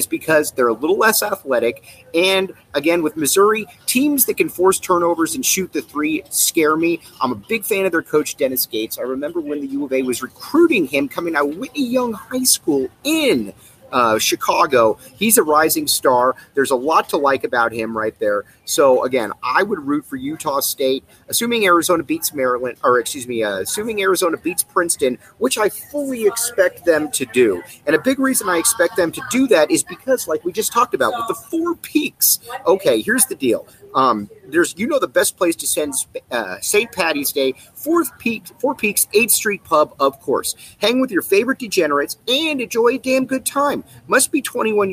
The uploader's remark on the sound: live from Sky Harbor Airport!!